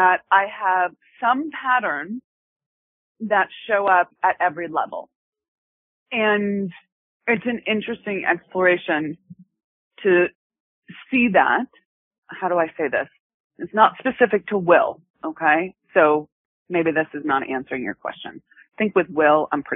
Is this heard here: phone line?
yes